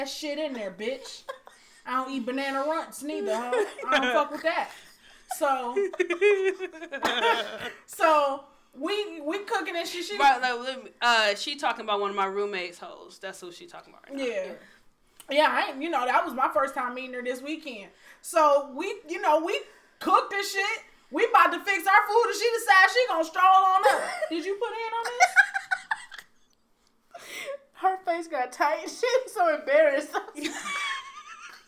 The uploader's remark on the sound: Apologies for the abrupt ending. We had a technical error in recording.